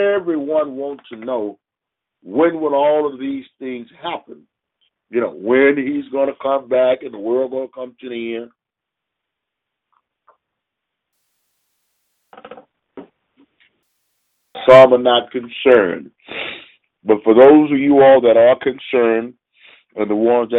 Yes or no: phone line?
yes